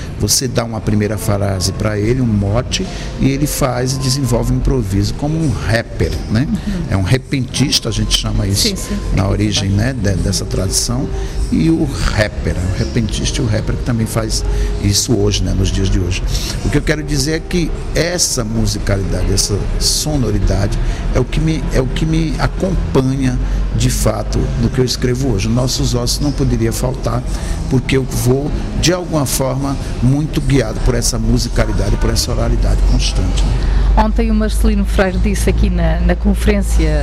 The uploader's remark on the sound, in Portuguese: em direto do Festival Literário da Madeira